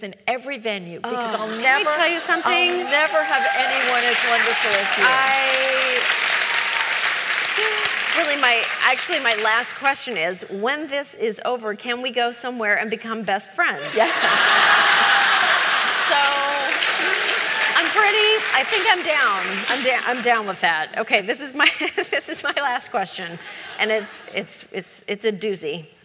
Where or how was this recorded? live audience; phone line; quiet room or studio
live audience